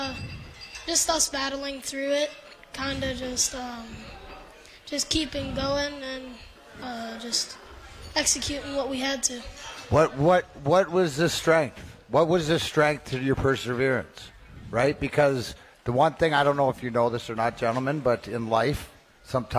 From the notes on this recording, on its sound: live from the Michigan Sports Hall of Fame enshrinement!